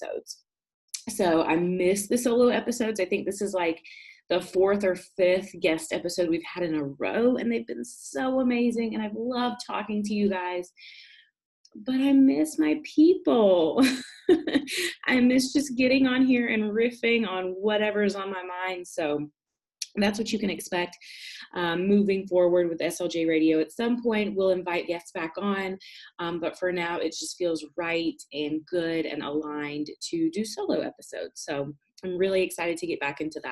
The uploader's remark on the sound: This week's episode is an audio recording of an IG live.